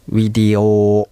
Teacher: ビがウィというふうになるということですね